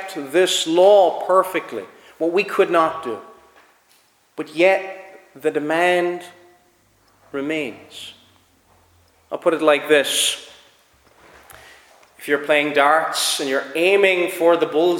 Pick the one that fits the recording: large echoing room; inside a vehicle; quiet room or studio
large echoing room